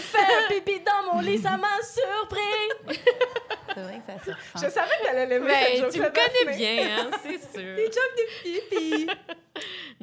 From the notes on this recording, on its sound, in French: enregistré à l'Idéal mercredi le 4 octobre 2023